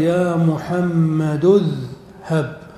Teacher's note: مثال ذلك كلمة اذهب، لو بدأت بها تقول اذهب بالهمزة، لكن لو وصلتها بما قبلها فإنك تحذف همزة الوصل فتقول يا محمد اذهب وهكذا.